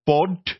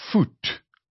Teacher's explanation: In sommige tale het daai P behou, in ander tale het daai P in 'n F verander.